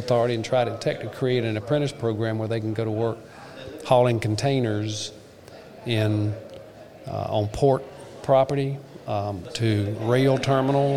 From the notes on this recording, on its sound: The Legal Bench was on hand to record interviews at the 2021 SC Trucking Association Annual Meeting at the Marriott Grande Dunes in Myrtle Beach.